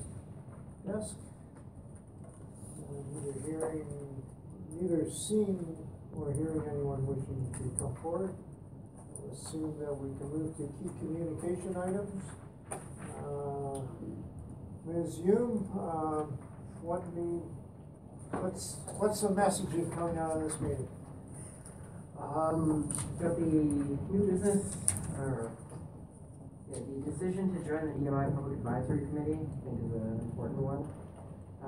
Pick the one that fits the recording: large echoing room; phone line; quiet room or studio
large echoing room